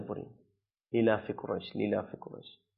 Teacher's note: লামের পরে যে একটি হামজা আছে ওই হামজাটা আমরা ছেড়ে দিই।